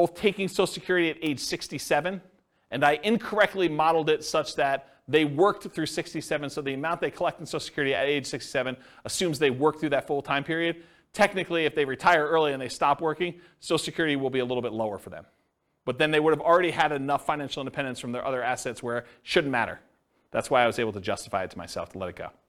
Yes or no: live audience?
yes